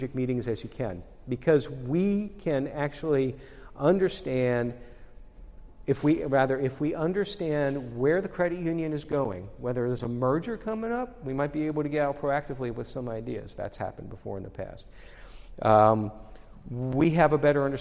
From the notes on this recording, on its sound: from the CU Intersect Conference in Houston Texas July 19, 2022